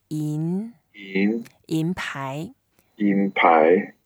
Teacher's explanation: 银 is the second tone